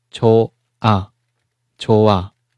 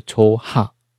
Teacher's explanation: h 和圆圈遇见一起的时候，h 消失、脱落，叫 h 脱落 · Shown in: first take